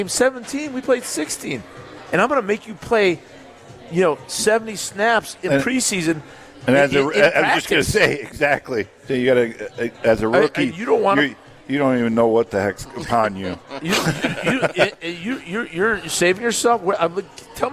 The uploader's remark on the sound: live from the Great Dane